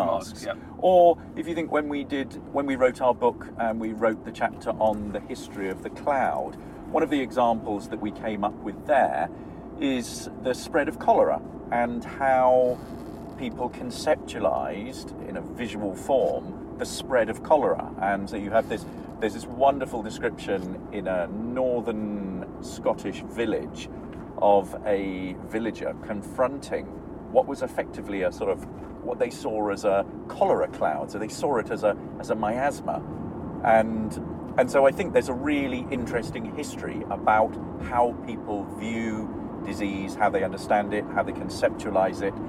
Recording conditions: inside a vehicle